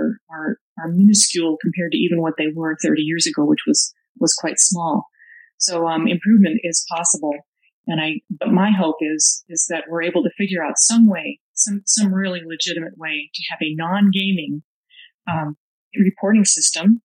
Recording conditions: poor sound quality